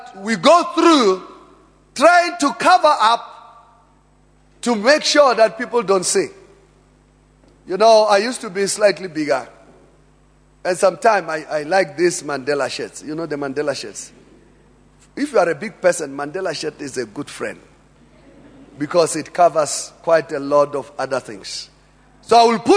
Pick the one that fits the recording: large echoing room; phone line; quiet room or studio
large echoing room